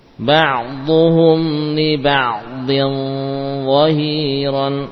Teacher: Ada tafkhim pada gunnahnya